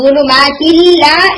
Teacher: तो गुलुमा किल्ला, इसके अंदर तो आप देखें आपको सुनाई दे रहा है कि नून बिल्कुल भी उसकी आवाज नहीं आ रही, और लाम दो दफा पढ़ा जा रहा है · Term: कामिल इदगाम